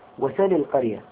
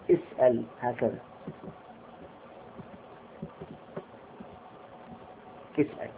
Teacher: الآن لاحظوا، اسأل هكذا، اسأل، حركة السين السكون والهمزة مفتوحة. يقولون إن حركة الهمزة نقلت إلى السين، فلما نقلت إلى السين حذفنا الهمزة · Shown in: first take